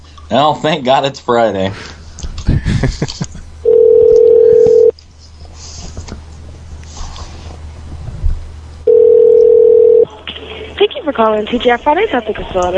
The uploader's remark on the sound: Prank Phone Calls